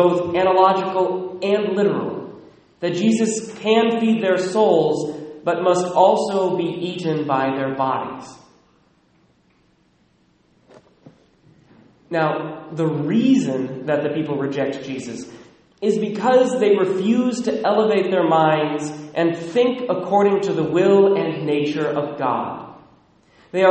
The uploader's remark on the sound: Recorded at Immaculate Heart of Mary, Sedro-Woolley